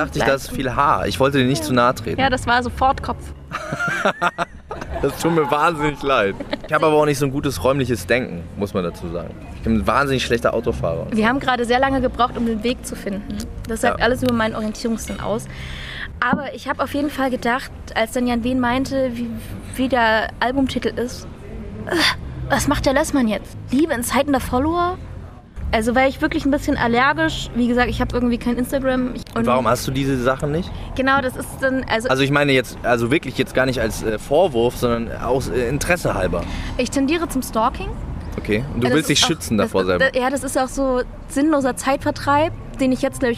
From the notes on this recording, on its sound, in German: auf dem Hanse Song Festival interviewt.